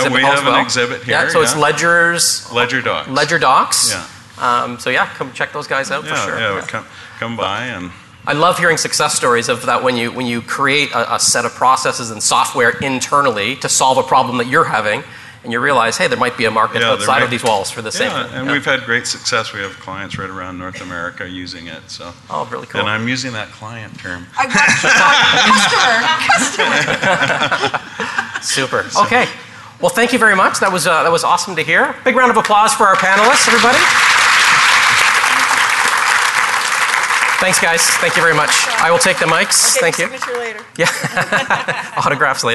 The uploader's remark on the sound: Live Broadcast at the The IPBC IGNITE Conference